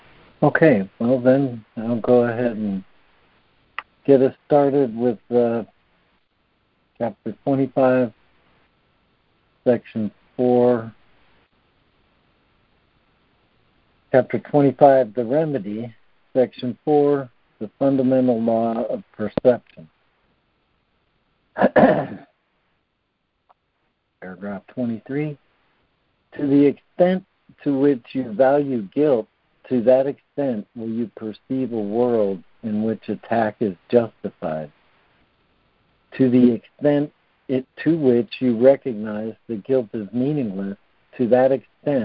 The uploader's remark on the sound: ACIM Daily Conference Call